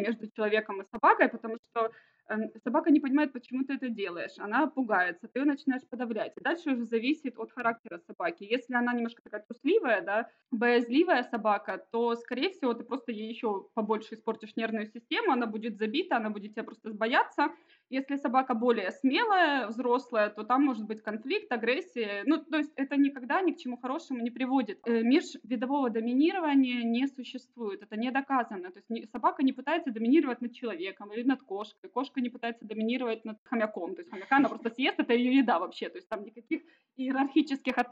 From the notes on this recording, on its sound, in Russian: Я не проверил микрофон и запись оставляет желать лучшего! Даже звуки Лимассола не слышны.